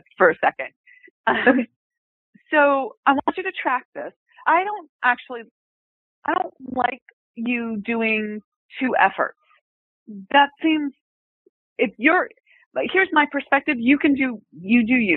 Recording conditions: phone line